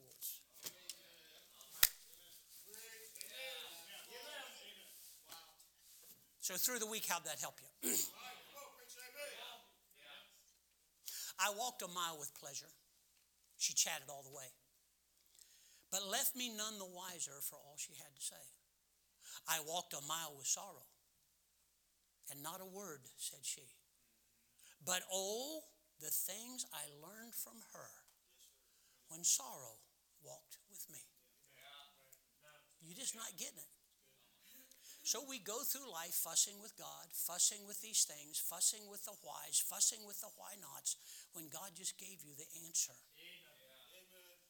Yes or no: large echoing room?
yes